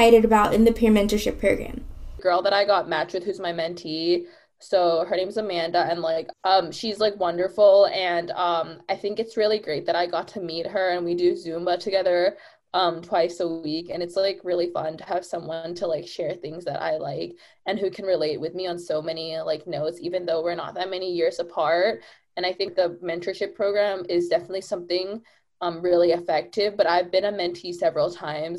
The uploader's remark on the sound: via Zoom